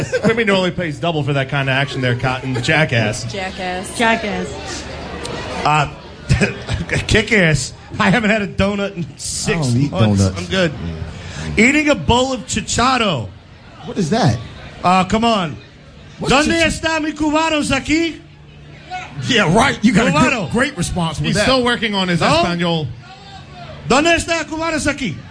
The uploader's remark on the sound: Green Legion Radio Pregame Show LIVE from our Saints Tailgate!